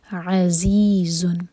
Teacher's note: ز بزنگ ساؤن کے ساتھ